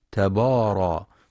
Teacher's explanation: وبعضهم يقرأ تبارا بتفخيم الباء تبارا، والصواب ترقيقها لأنها من حروف الاستفال.